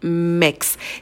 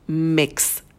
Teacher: Сидим подольше на звуке M, вытягиваем, потом краткий и